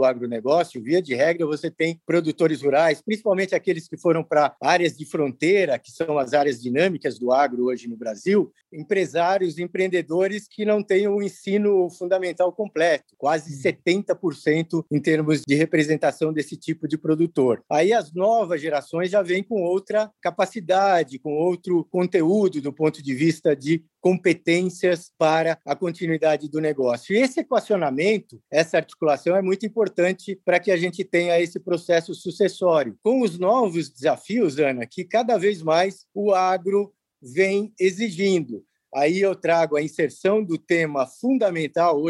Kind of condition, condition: link, video call